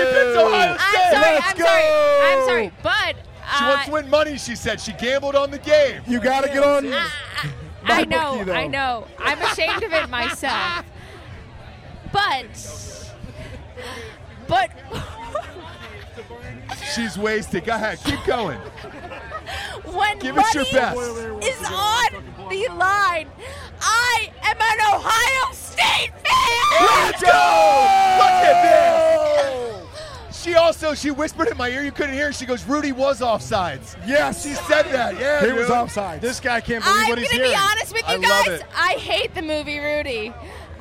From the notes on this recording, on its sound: Live from Notre Dame raging with listeners.